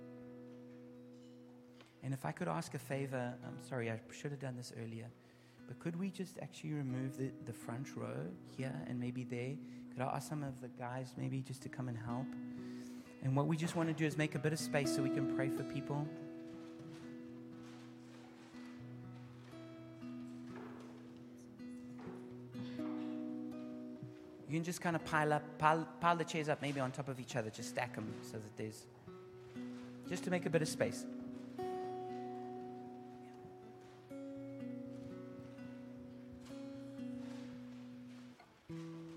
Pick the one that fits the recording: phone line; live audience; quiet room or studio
live audience